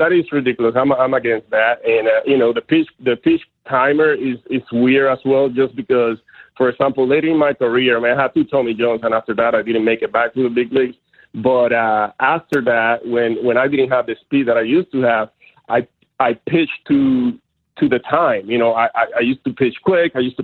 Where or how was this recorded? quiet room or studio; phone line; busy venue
phone line